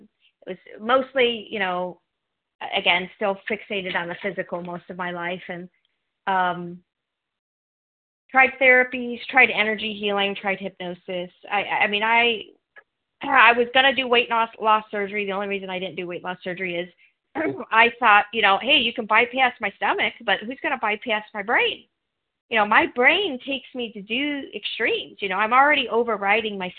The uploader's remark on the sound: from the 100 Pounders Phone Meeting